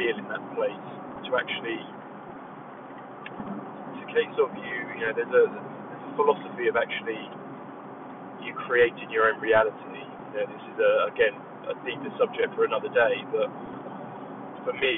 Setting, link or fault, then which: setting, inside a vehicle